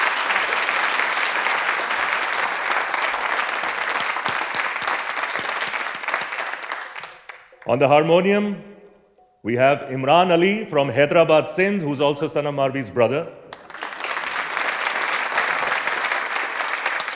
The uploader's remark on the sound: performance on the closing day of the Savannah Music Festival